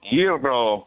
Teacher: I noticed, too, you got a little bit of a little trill in the R there